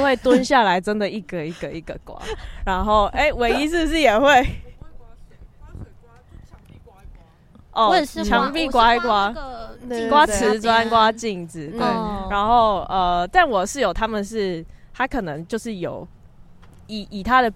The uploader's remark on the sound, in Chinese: 本集在有風的天臺錄製，會有飛機起降的聲音哦～